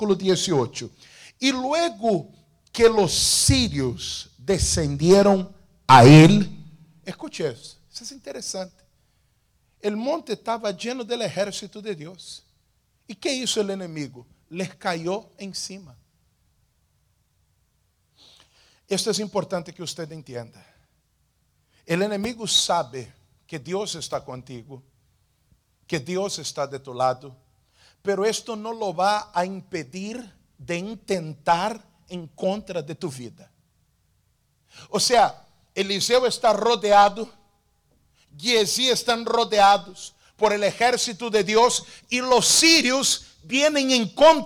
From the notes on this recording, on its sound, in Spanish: Culto grabado en la Iglesia Internacional de la Gracia de Dios en Miami.